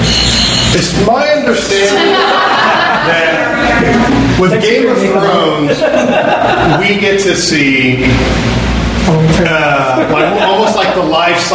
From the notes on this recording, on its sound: Originally Recorded Live at Packrat Comics